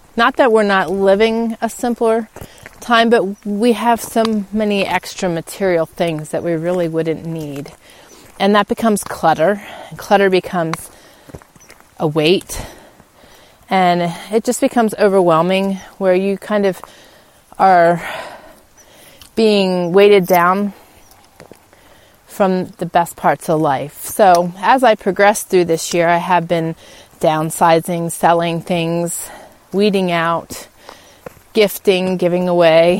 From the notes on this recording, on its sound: In today’s show I take you on a spring walk and talk with you